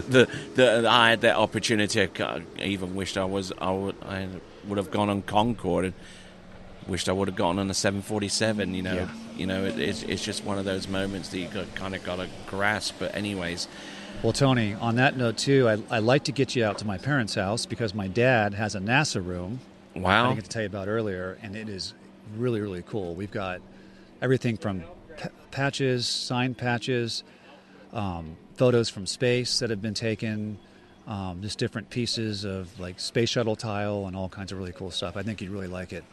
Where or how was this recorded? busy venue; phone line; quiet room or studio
busy venue